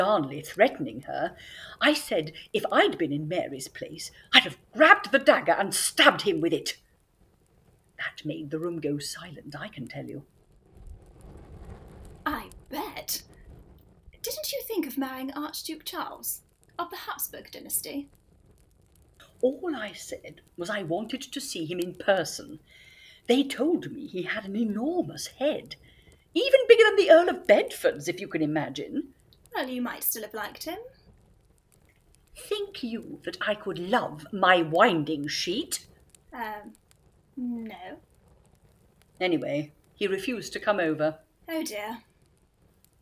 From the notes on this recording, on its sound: Sound effects from Freesound.org. The Lost Tapes of History was recorded remotely during lockdown in late 2020. As such, the actors used what equipment they had available and were limited by their location. This has resulted in variable audio quality.